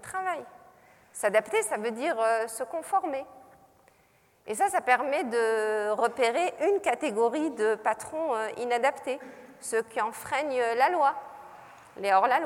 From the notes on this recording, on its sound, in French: Captation de la conférence gesticulée donnée à l’occasion des États Généraux de la Santé des Travailleuses et des Travailleurs organisés par le Collectif pour la santé des travailleuses et travailleurs.